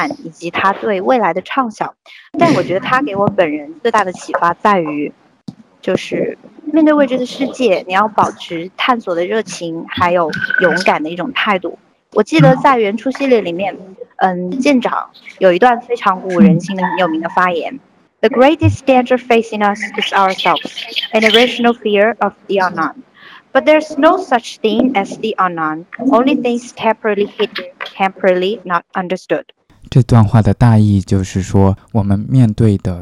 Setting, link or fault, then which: fault, poor sound quality